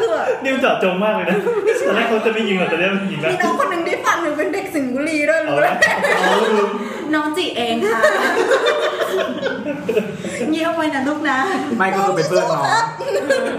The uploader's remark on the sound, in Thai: ทีมเสาเสาเสาและเหล่ามิตรสหายนัดเจอกันแบบนานๆ ที ไหนๆ ก็ไหนๆ แล้ว ระหว่างบทสนทนา เราก็กดอัดเสียงไว้. ไม่ตัดเสียงรบกวนด้วย.